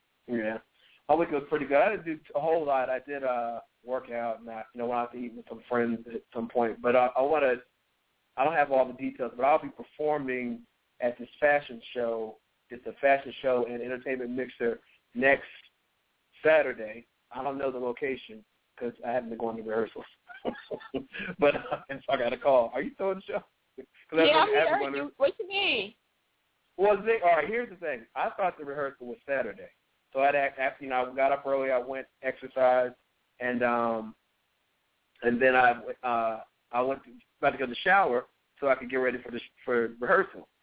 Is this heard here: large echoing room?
no